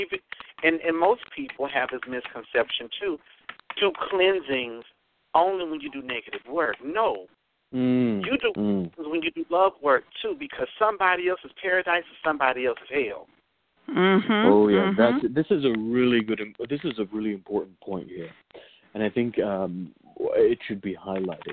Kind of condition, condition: link, phone line